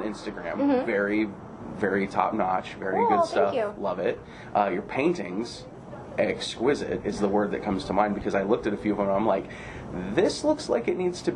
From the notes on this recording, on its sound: All episodes are recorded on analog cassette and this will cause strange sounds such as tape hiss or static.